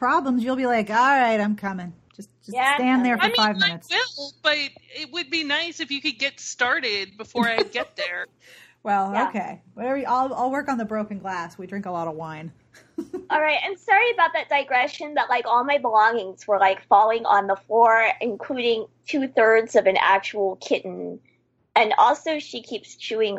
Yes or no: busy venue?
no